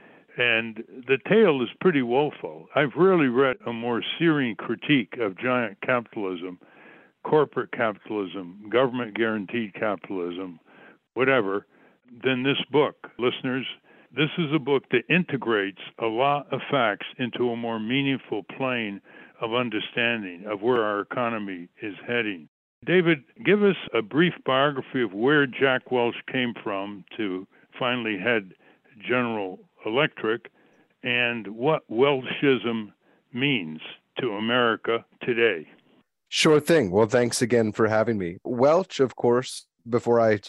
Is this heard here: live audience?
no